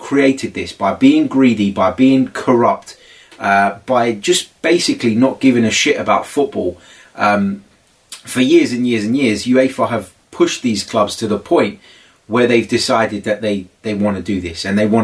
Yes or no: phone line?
no